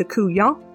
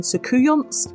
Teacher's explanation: I'm taking the T sound off the end, it's just generally not pronounced with this word · Shown in: first take